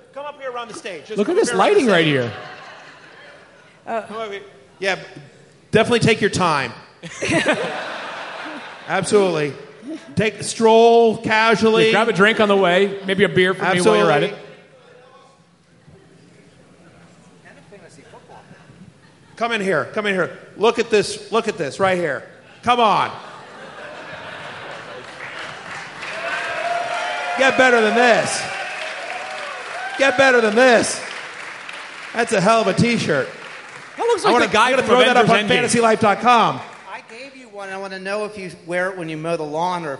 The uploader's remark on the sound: Live from Rams Head Live in Baltimore, MD.